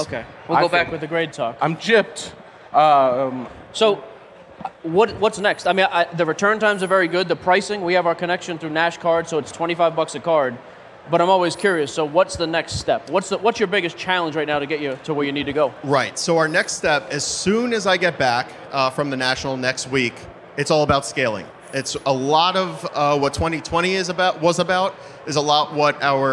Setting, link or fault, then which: setting, busy venue